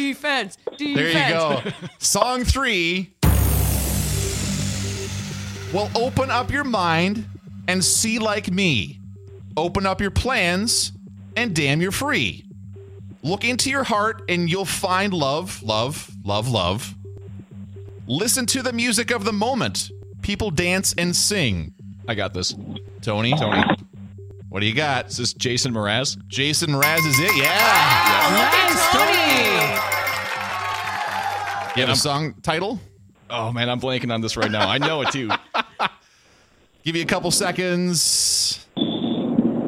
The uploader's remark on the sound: In a Lyrics Game first, a listener joins the show on the phone to compete in the game for a chance to win a prize.